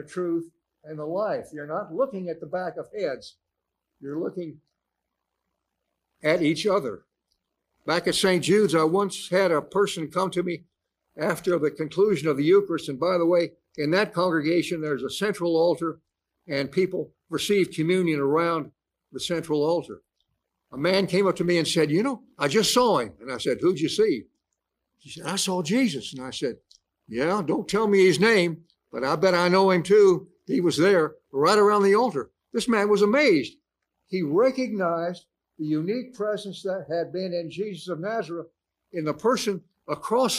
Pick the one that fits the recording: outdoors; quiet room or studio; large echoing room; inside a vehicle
large echoing room